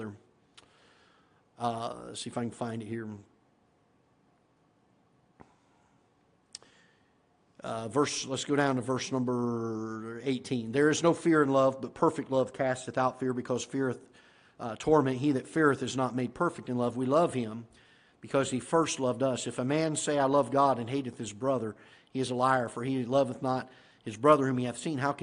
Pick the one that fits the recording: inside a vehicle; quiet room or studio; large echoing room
large echoing room